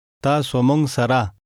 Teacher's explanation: the sound of the nun in the second word blends with the ge